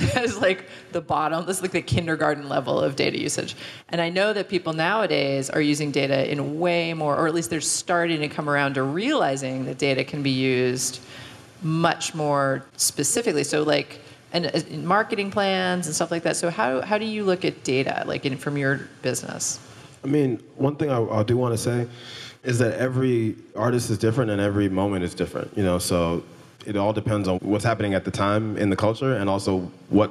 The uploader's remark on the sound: LIVE in Seattle. An Upstream Summit keynote panel.